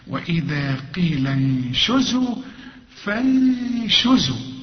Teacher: عند النون بعدها الشين، والشين من حروف الإخفاء، هخفي هنا